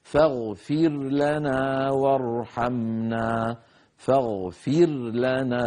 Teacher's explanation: فنبين الراء ثم ننتقل بعدها إلى اللام